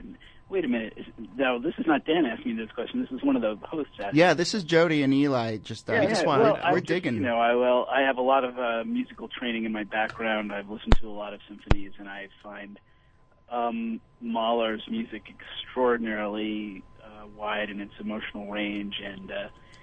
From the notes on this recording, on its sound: Audio from our special call-in on WFMU Radio.